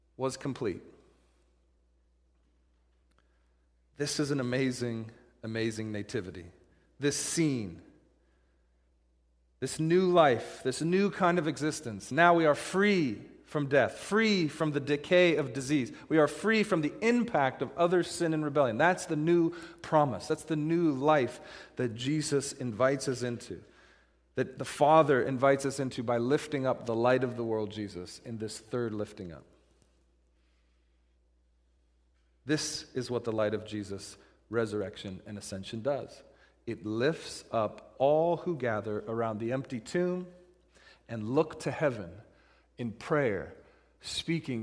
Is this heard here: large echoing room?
yes